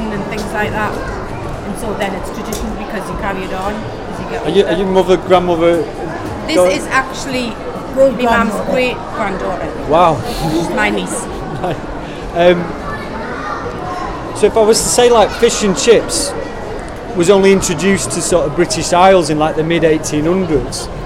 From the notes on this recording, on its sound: These are recordings of conversations with visitors to Newcastle's Discovery Museum on 22 February 2017 during school half term. The 'Time Kitchen' was a pilot public engagement initiated by Tyne & Wear Archives & Museums TNT (Try New Things) programme.